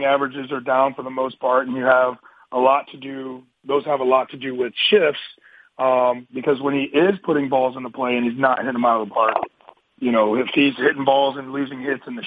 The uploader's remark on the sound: MLB Conference Call